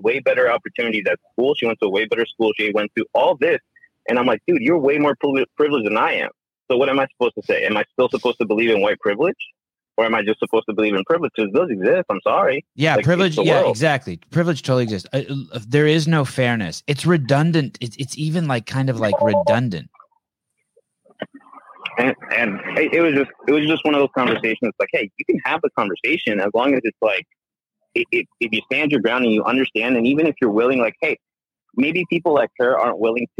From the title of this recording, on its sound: Live Call In Show